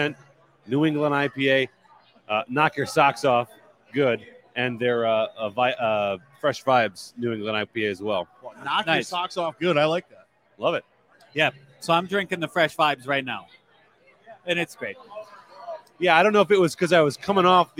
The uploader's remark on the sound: We're live at Nickel City BrewZ in Depew/Lancaster for The 2023 Buffalo Beer Geeks Scavenger Hunt Launch Party!